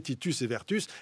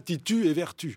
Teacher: fait bien entendre tous les sons, et notamment les consonnes finales devant une pause · Shown in: first take · ou, lorsqu'il s'agit de vers, à la rime.